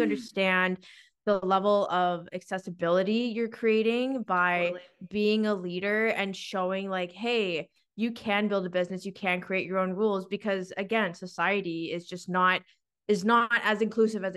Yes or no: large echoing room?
no